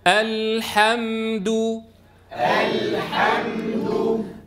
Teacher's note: عند الهمزة نفتح الفم فتحا وسطا، نسكن عند اللام، نعود للفتح عند الحاء، نسكن عند الميم، ثم نضم الشفتين عند الدال